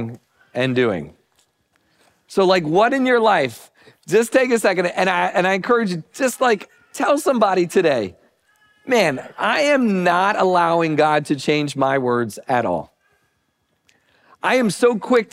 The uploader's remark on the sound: Recording of Sunday gathering on Dec 17th, 2023.